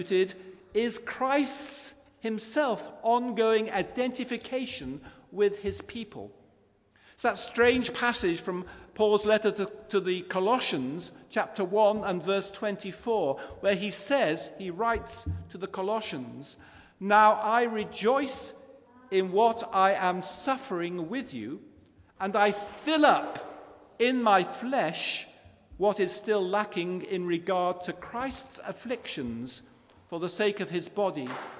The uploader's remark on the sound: Christ Church, Bayston Hill (UK)